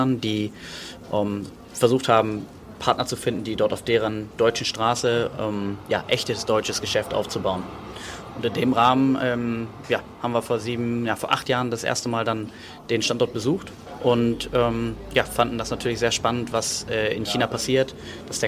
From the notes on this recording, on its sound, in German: Live Interview im Laden der der Hannoverschen Kaffeemanufaktur